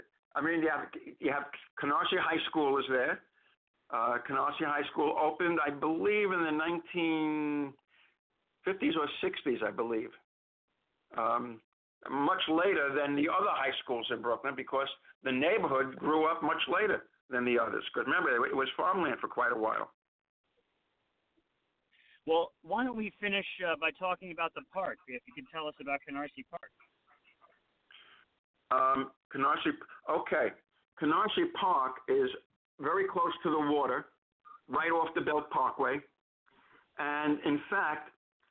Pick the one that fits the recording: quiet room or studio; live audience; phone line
phone line